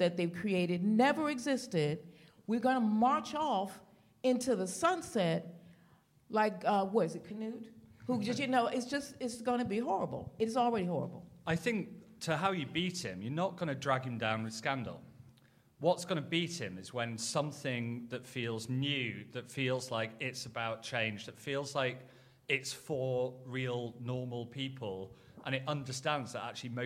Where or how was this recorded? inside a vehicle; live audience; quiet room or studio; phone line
live audience